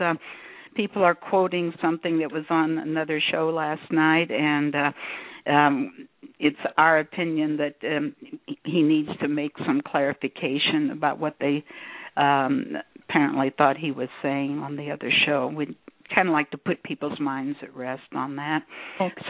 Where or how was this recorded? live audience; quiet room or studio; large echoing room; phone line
phone line